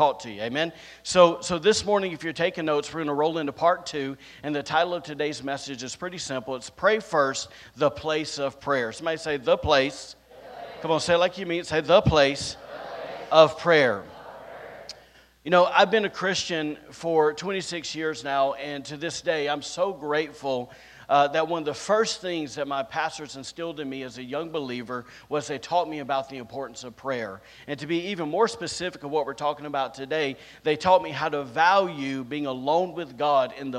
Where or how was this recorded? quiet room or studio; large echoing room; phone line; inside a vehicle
large echoing room